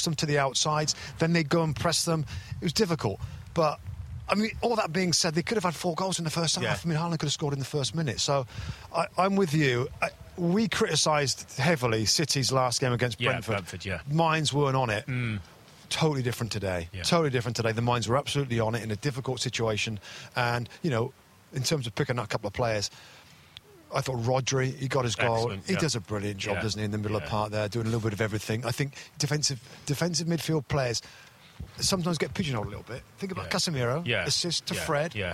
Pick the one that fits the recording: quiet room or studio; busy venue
busy venue